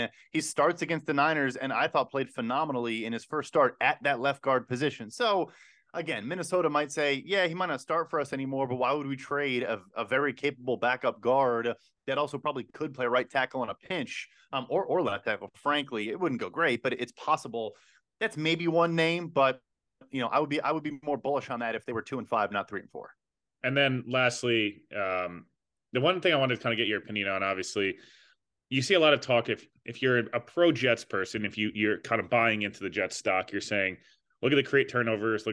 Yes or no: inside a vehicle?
no